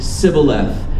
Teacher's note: the Ephraimite dialect didn't have the sh sound, so they would say Sibboleth